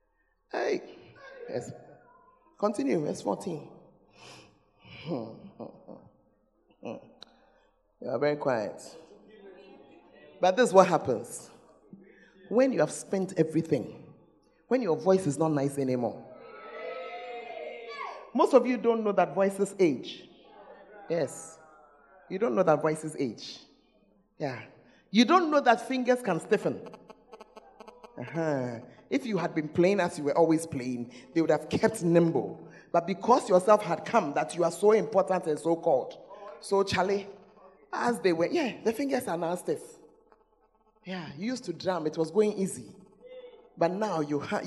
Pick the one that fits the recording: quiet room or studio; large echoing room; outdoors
large echoing room